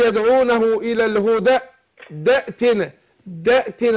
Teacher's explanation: هنحذف في الوصل هتسقط الياء، أو نحذف الياء للتخلص من التقاء الساكنين، فأقول يدعونه إلى الهدى دأتنا دأتنا، ثلاثة من الدال على عين الهمزة، واسقطت الايه الياء. · Term: التقاء ساكنين